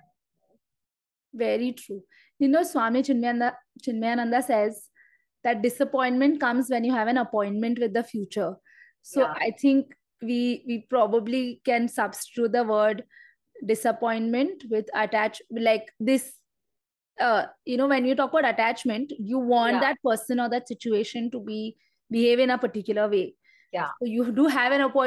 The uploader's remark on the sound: Instagram Live